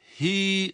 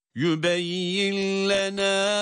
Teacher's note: Hiye kelimesinde hiy olarak değil, hi olarak meddi tabii ile durulur.